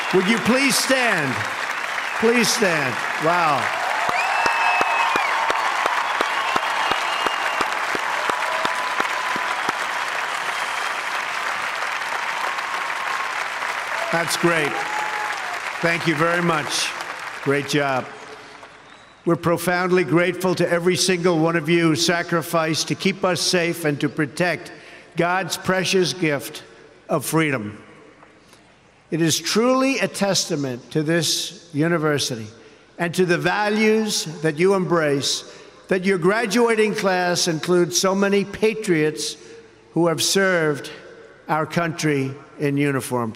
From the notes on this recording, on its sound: delivers a keynote address during the commencement at Liberty University on May 13, 2017, in Lynchburg, Virginia.